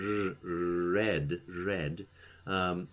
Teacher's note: raised R equals voiced alveolar non-sibilant fricative